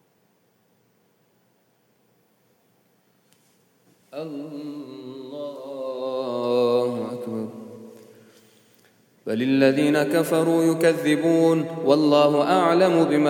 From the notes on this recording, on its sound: at the Houghton Masjid (West Street)